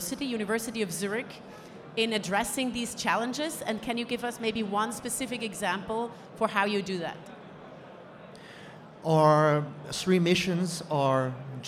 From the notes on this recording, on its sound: Recorded LIVE From CES. Recorded at CES earlier this year.